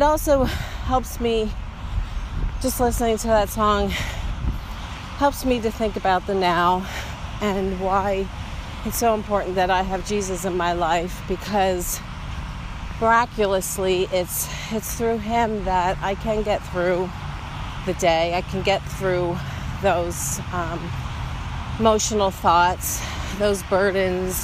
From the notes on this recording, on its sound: Here are some thoughts I recorded while on a walk back in 2018.